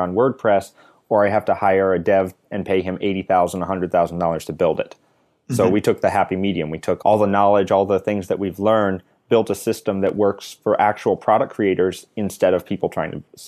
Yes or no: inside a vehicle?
no